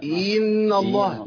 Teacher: وياتي ايضا عشان يحقق كسر الهمزه ياتي بياء، او دي مشكله ثانيه، يضغط على كسر الهمزه فيولد ياء. ان الله ده خطا طبعا مشهور برضو من ضمن الاخطاء المنتشره والمشهوره.